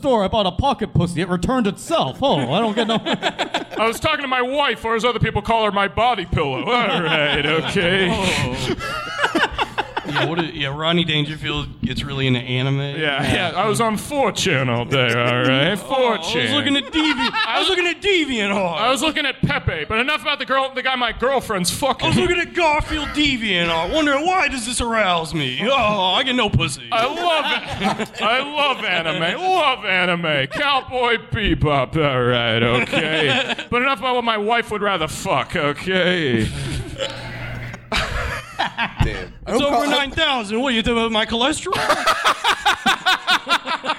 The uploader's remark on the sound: Live from the Tiny Penis